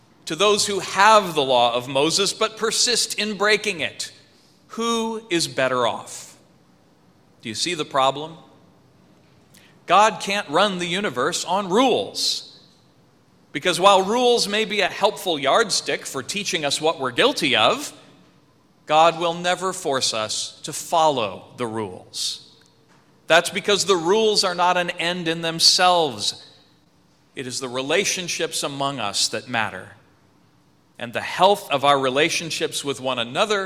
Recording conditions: large echoing room